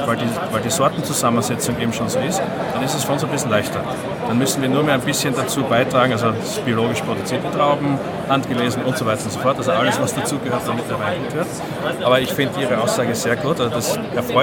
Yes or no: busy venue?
yes